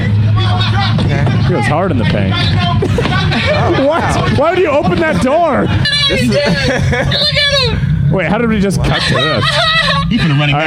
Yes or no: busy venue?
yes